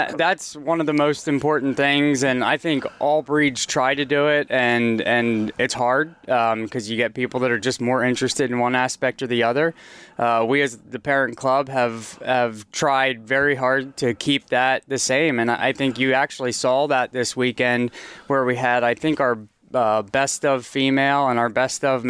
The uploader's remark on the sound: On location at the Epagneul Breton conclave